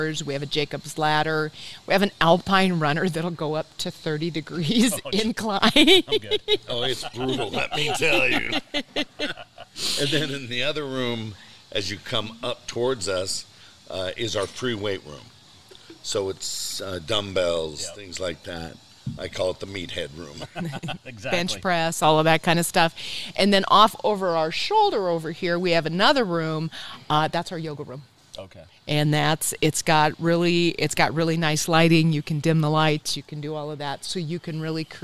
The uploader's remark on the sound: Tuesday live from Adaptive Performance Center